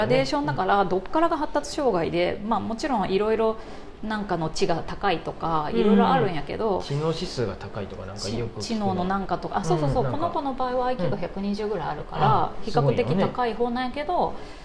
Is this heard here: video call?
no